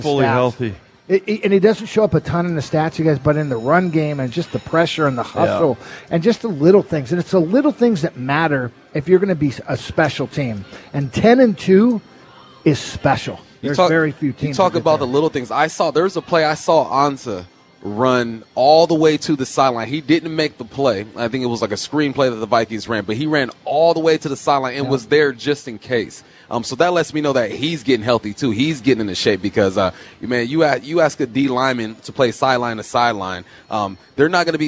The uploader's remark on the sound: live at Snoqualmie Casino